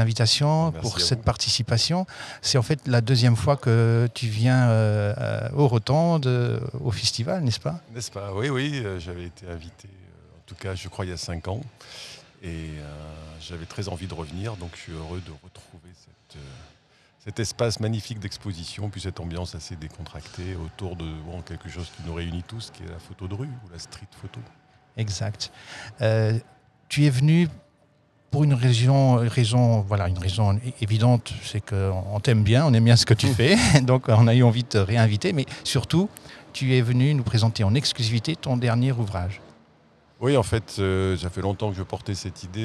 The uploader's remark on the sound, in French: Dans ce podcast enregistré le 7 mai dans la cour des Rotondes